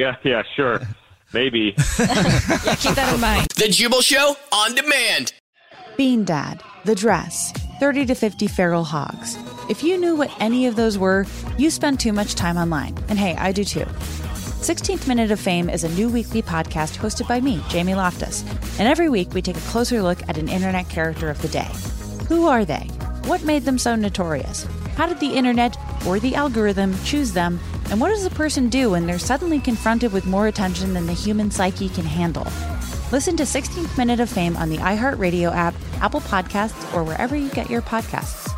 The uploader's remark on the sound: The man on the phone